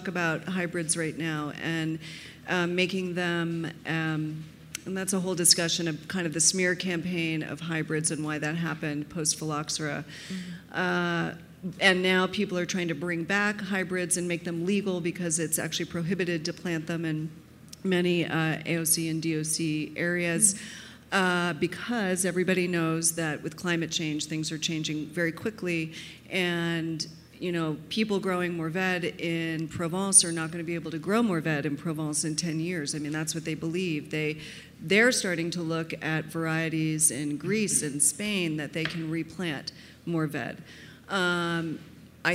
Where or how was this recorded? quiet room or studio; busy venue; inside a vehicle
busy venue